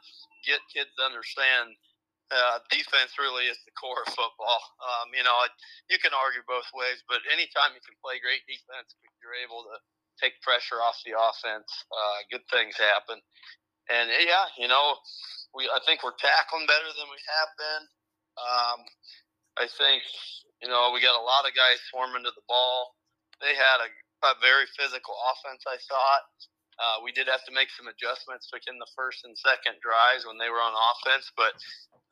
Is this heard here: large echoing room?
no